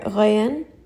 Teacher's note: now you don't hear that shadda at all, so I'm going to give it a little bit more emphasis.